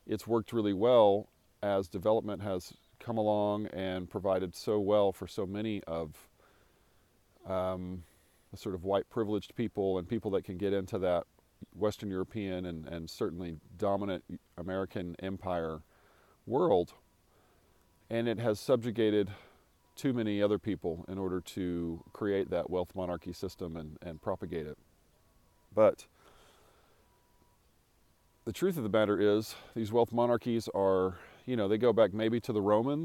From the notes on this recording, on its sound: Recorded on a morning walk across a 3,000 acre pecan farm in West Texas about 100 miles from Jeff Bezos' recent launch into space.